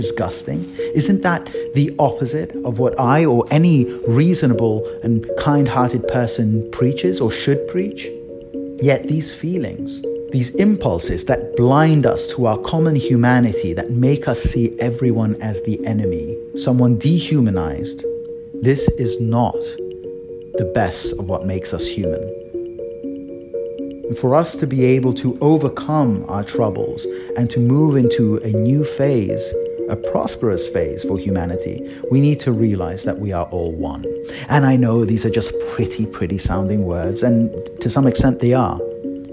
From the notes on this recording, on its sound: Recorded on my phone while pacing around over creaky floorboards (apologies for the sound!).